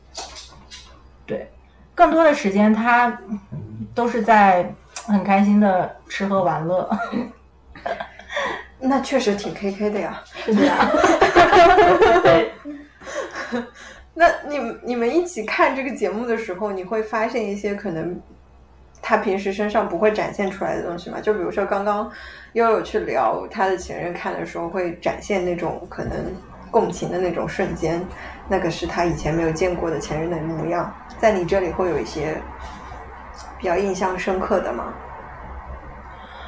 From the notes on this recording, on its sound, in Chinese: 本期录制现场有一只异常活跃的柴，所以你会听到它的脚步声。